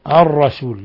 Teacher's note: أضغمت اللام في الراء، هذه اللام شمسية